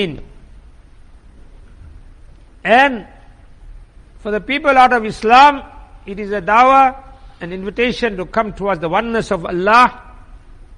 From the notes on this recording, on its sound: Jumuah lecture at Masjid e Quwwatul Islam